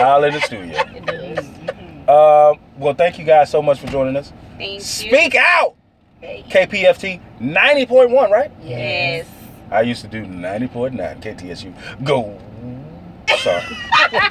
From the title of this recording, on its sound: In The Truck